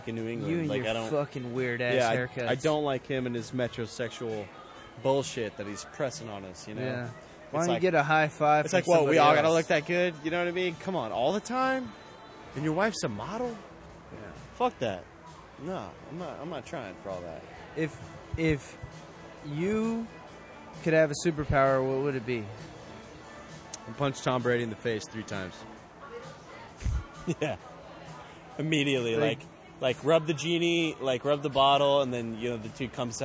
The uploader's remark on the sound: Uncle Billy's Brewery. We had a great time, very laid back atmosphere recording on the patio. On the last half hour of the show our french vagabond friend wandered through our recording and joined us to close out the show.